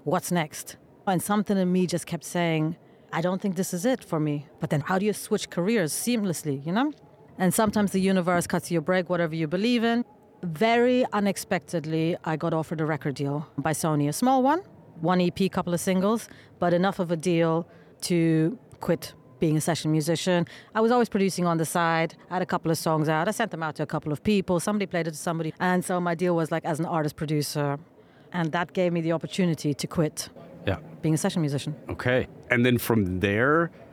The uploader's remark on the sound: London Podcast Show. This episode was recorded at the Shure booth of the very loud trade show with the SM7B microphone.